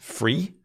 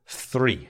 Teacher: only a certain amount of people made the F sound instead of the TH sound. · Shown in: first take